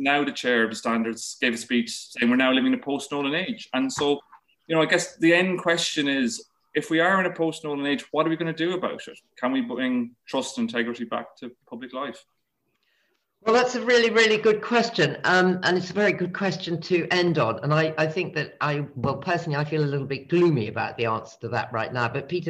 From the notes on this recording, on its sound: This talk was recorded online 5x15 in 2021.